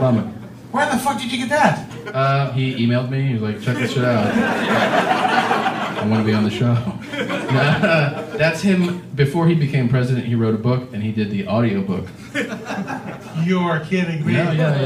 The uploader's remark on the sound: Live From Vancouver